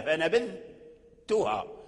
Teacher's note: فنبذتها هكذا، فنبذتها أي تنطق بالذال ثم ترجع بلسانك إلى وصول الثنايا فتخرج التاء من مخرجه · Term: إظهار الذال عند التاء